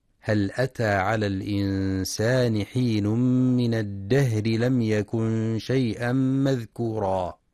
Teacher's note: ينتبه القارئ في كلمة الإنسان للإخفاء الحقيقي، وفي كلمة الدهر لهمس الهاء وترقيق الراء وصلا